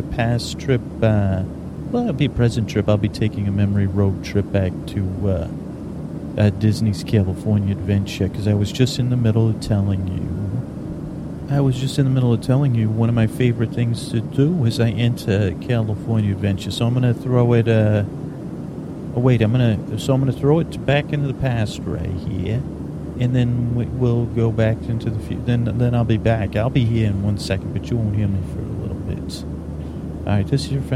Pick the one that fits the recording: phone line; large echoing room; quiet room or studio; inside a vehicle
inside a vehicle